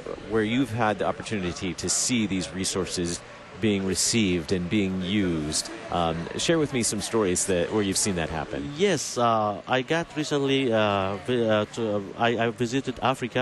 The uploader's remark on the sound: Live from the LCMS National Youth Gathering